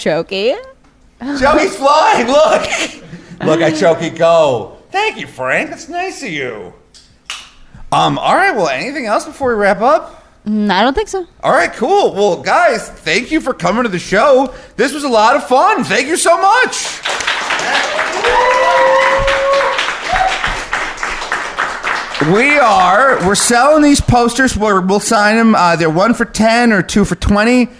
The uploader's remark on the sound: Philly Live Show. Special live show we taped back in June.